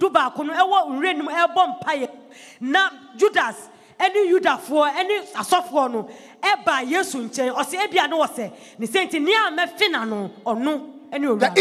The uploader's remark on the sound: Preached at the Jesus Encounter Service